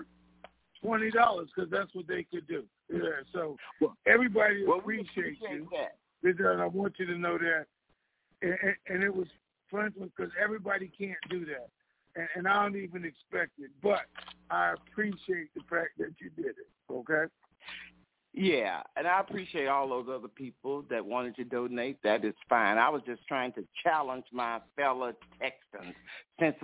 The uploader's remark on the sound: TNTSuperfantastic Conference Call